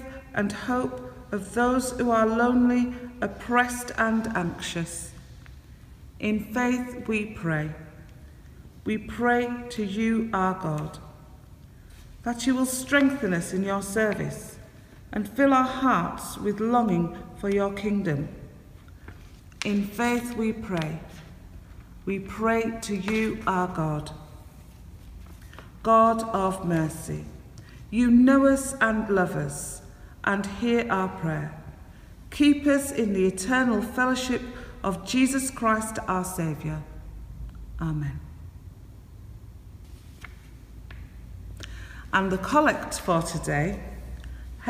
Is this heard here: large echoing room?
yes